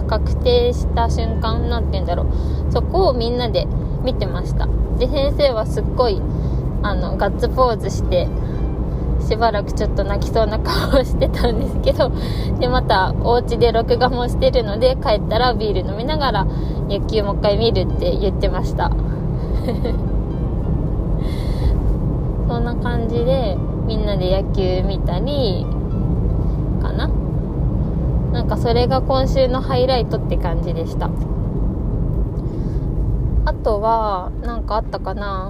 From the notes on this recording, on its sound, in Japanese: 帰り道の車で録音してます